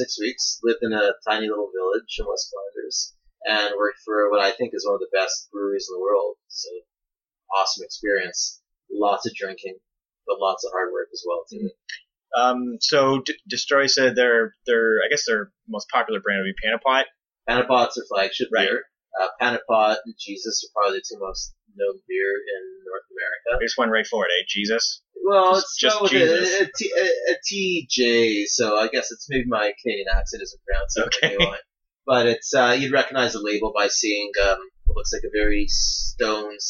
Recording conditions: poor sound quality